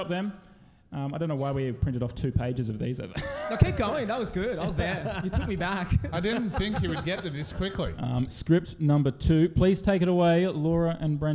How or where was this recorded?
live audience